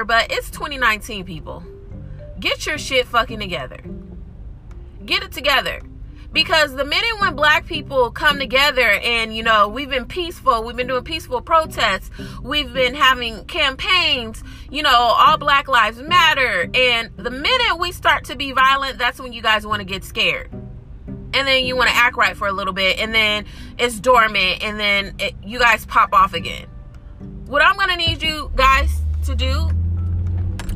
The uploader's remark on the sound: There is background noise my apologies in advance.